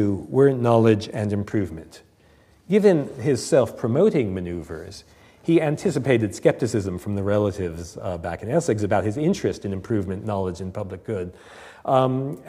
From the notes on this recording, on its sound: Recorded on 18 October 2006 at the University of Edinburgh's St Cecilia's Hall.